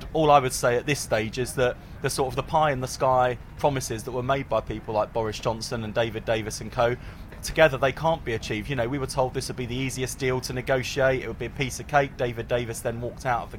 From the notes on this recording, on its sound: Live from College Green